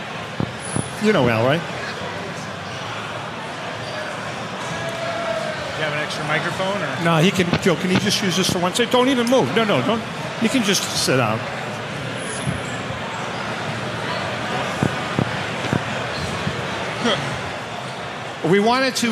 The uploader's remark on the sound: Broadcasting from the National.